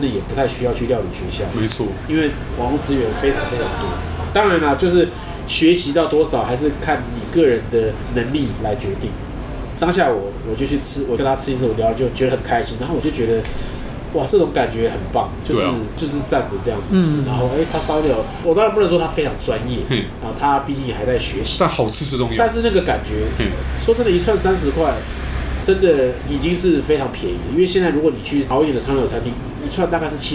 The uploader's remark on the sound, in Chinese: 本集白噪音指數：微風級 2/5。錄音地點： 一步一步來 - Kopi Ibrik。